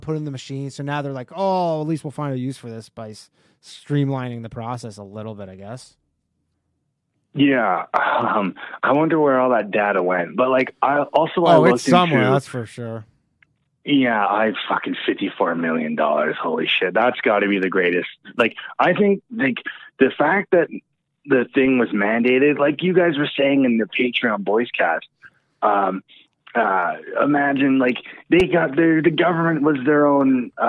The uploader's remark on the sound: Call in show.